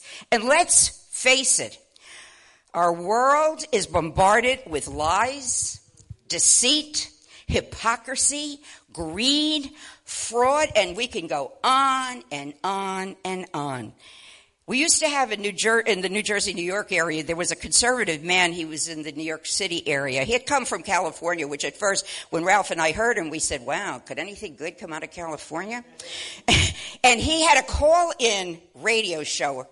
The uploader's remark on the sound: WELCOME TO OUR LIVE SERVICE. At Family Worship Center in Athens Tennessee.